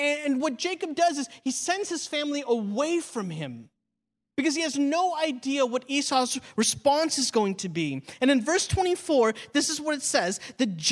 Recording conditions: large echoing room